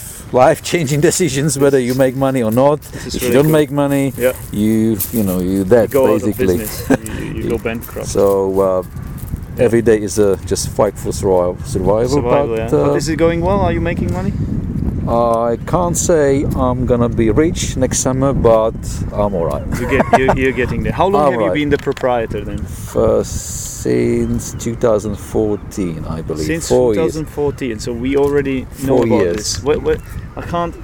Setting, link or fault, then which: setting, outdoors